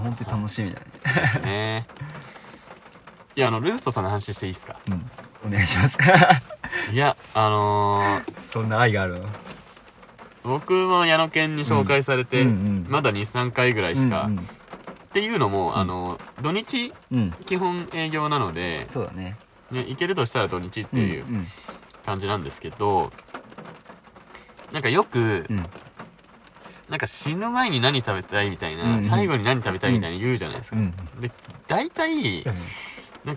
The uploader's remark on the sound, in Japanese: 神奈川県は厚木市を拠点とする高松山グルグルクラブ。高松山グルグルクラブ前の雨宿りトラック。雨音がパチパチ賑やかで、ノイズ多めで若干お聴き苦しいことは、ご容赦ください。